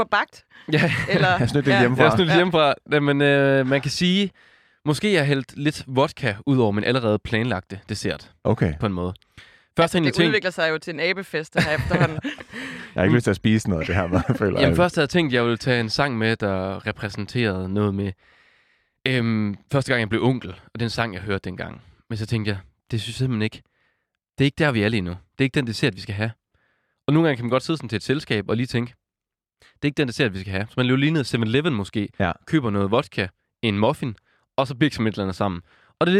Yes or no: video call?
no